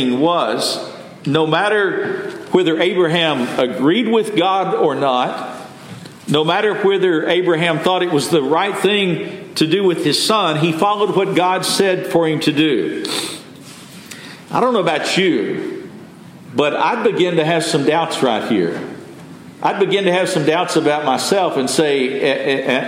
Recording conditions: large echoing room